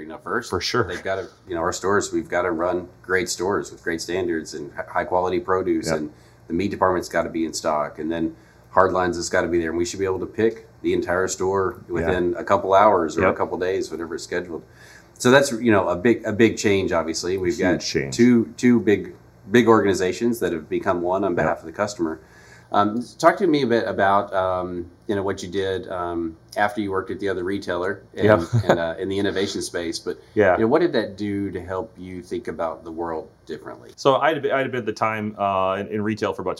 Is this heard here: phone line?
no